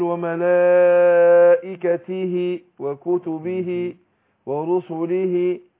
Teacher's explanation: الهاء مكسورة، فوصلناها بايه؟ بياء · Term: صلة صغرى